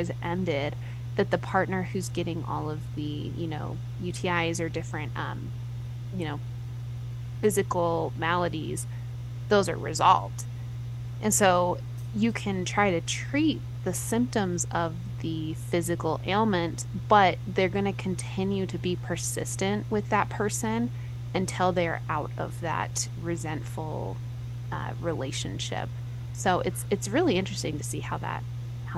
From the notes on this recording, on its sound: We apologize for the background noise!